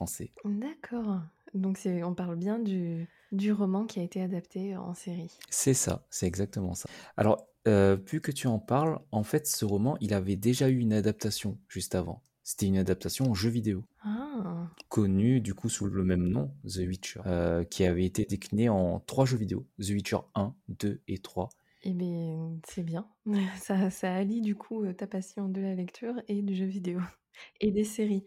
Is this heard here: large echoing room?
no